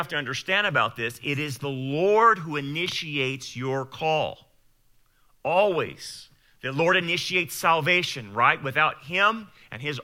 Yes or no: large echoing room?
yes